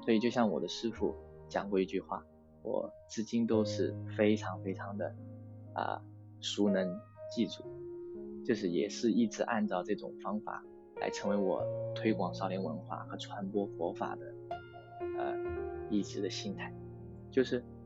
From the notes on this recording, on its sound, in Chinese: 这也是第一次请嘉宾，录音中有点不顺畅。